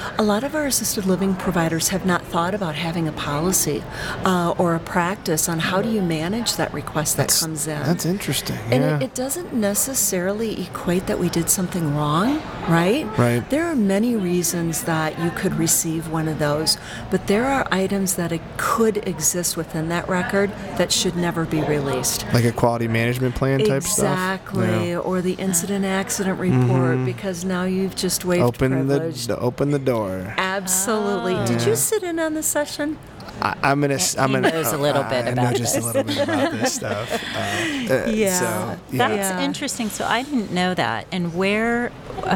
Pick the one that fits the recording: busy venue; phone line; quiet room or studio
busy venue